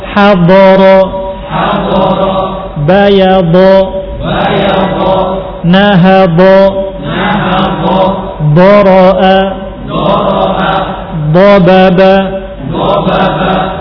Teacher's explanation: Salah satu tepi lidah. Yang sebelah kanan ataupun yang kiri. Tapi yang lebih mudah adalah yang sebelah kiri. Dengan gigi geraham. · Term: huruf dad